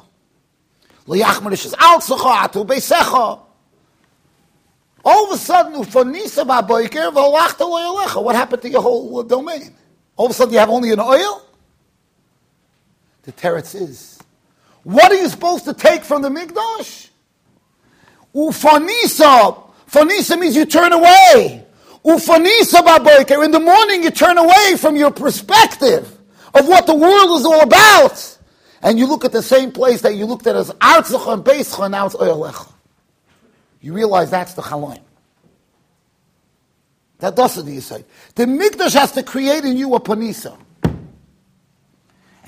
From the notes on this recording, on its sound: Shiur recorded in Yeshivas Ohr Reuven, Monsey NY.